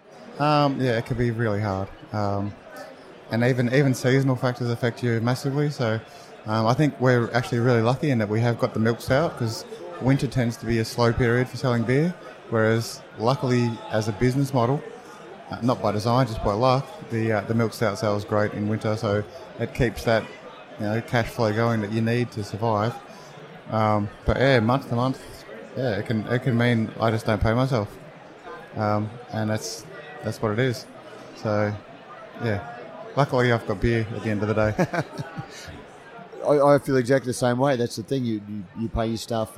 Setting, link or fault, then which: setting, busy venue